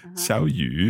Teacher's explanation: So it's a third tone that becomes a second tone.